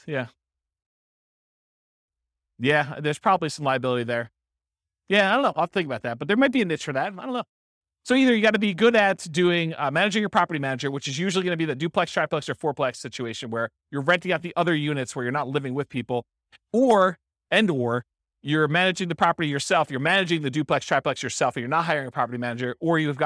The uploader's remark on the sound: This was a live class recorded